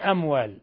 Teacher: وأخذهم الربا وقد نهوا عنه، وقد الدال ساكنة تقلقل عنه نون ساكنة جاء بعدها الهاء إظهار حلقي، ثم وأكلهم أموال الناس بالباطل، وأكلهم أموال ميم ساكنة جاء بعدها الهمزة إظهار شفوي